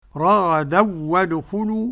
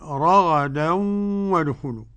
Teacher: عدم الغنة لخلف عن حمزة · Shown in: first take